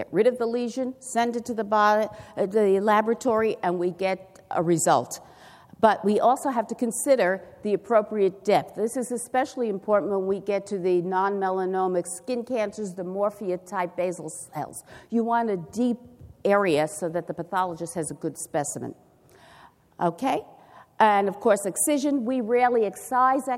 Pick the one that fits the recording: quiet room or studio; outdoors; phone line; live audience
live audience